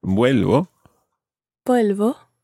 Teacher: if you can approximate it to something like vuelvo, quite a soft v sound